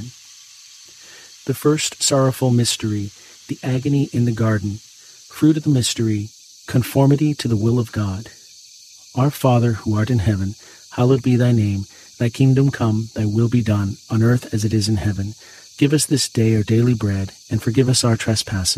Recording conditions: sounds in the background